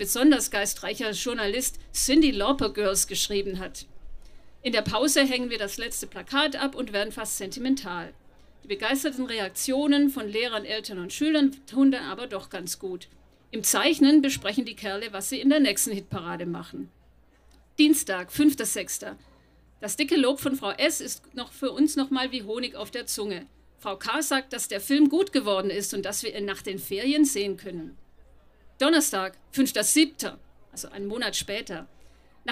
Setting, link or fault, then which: setting, live audience